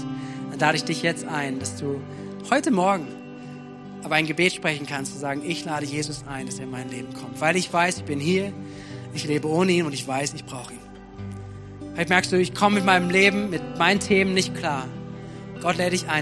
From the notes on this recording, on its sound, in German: Predigten aus der Missio Kirche. Gemeinde für Bad Kreuznach und Region.